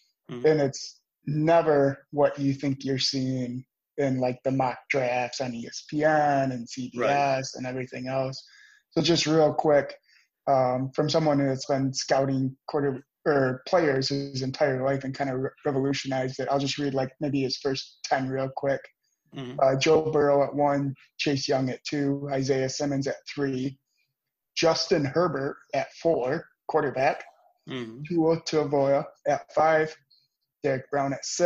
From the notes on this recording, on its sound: All done virtually through Zoom!